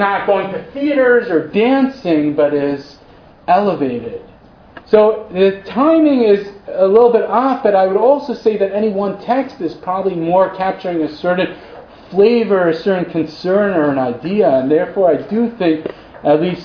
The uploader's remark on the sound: This audio was originally recorded on 02/24/2014 as part of Drisha's lecture series on the topic of Judaism and Other Cultures: Influence, Intersection, and Impact .